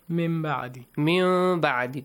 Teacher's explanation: Change the noon into a hidden meme sound. The ikhfa of meme. · Term: إِقْلَاب